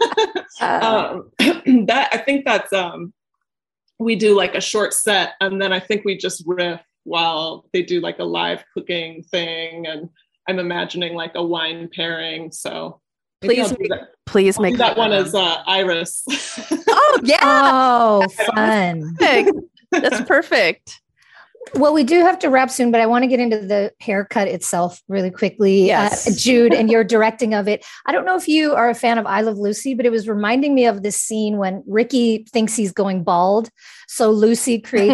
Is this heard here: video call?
yes